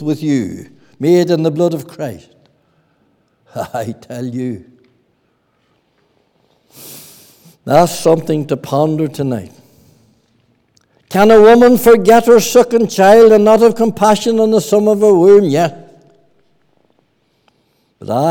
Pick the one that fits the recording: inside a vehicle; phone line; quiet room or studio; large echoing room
large echoing room